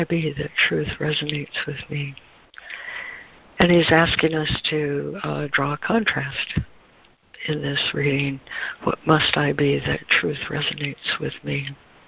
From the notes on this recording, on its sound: ACIM Daily Conference Call.